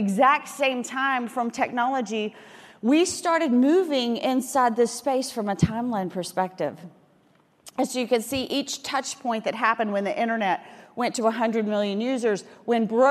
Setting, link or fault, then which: setting, busy venue